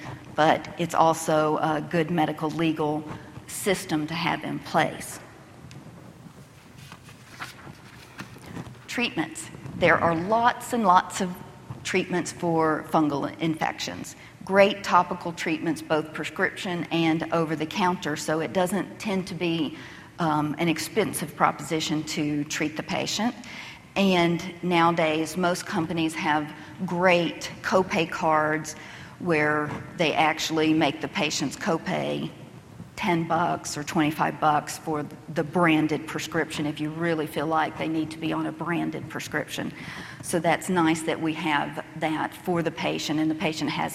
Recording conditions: busy venue